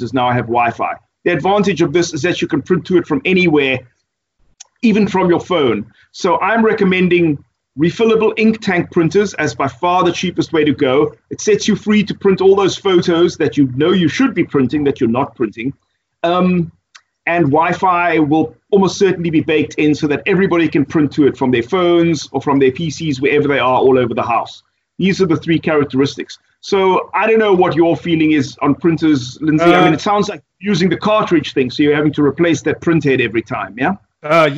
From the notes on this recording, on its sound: Recorded via Skype